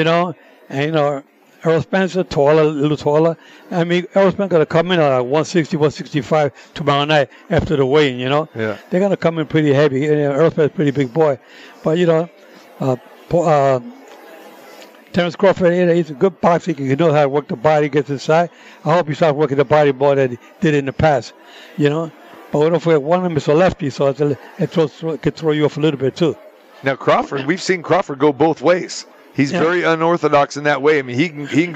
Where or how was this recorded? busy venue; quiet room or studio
busy venue